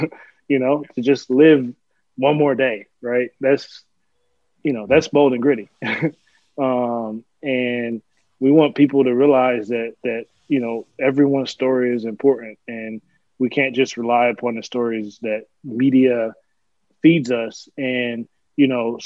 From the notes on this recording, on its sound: Recorded Live on Zoom